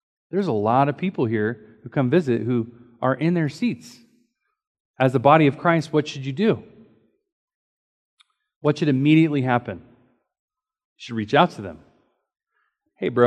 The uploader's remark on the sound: Recorded during Sunday School